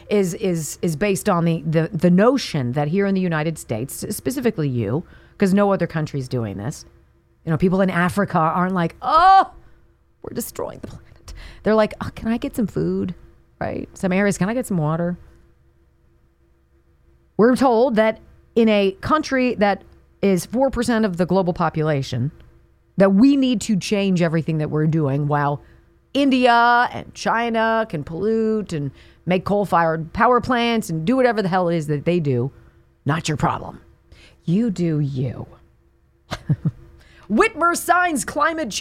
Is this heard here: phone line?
no